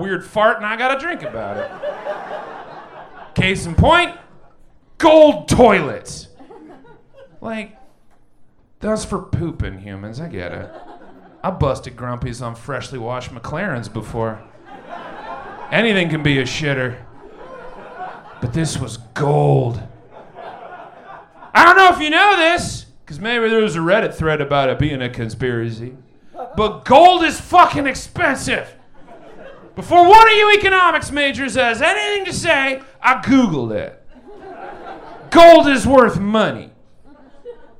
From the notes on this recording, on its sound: Recorded LIVE at Chicago’s Historic Green Mill Lounge on November 11th 2023.